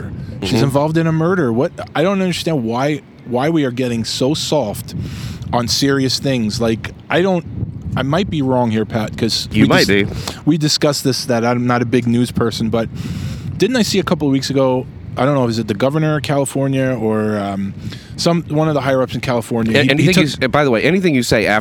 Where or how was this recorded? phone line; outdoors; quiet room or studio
outdoors